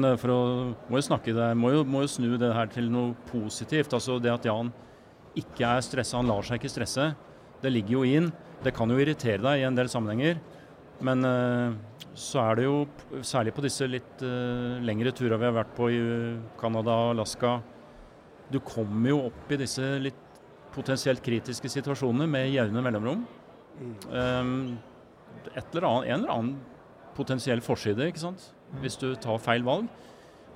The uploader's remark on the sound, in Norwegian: Live fra Camp Villmark. Dagens episode ble tatt opp under Camp Villmark på Lillestrøm rett før påske. I en maratonpodkast som til slutt varte nesten fire og en halv time.